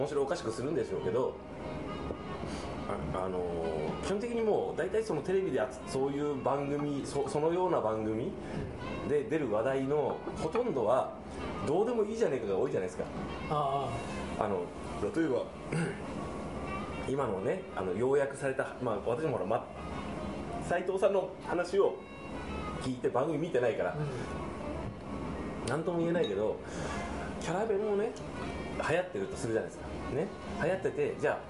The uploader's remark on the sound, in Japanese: ご近所の居酒屋「癒」でのゲリラ収録２周目です。